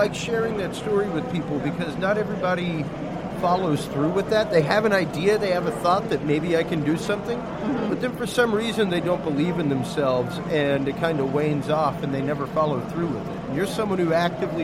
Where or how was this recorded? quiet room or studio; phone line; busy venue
busy venue